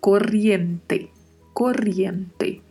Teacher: Este duplo R, que tem o som vibrato, né? E o T do final, que é T mesmo, não é né?